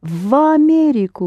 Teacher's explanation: Америка starts with а, so you pronounce в Америку together.